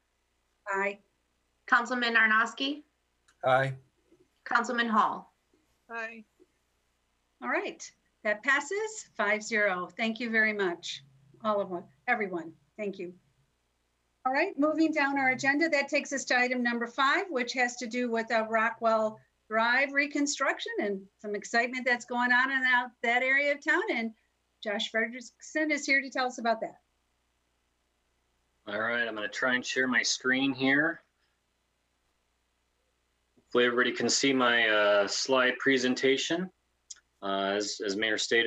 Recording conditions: video call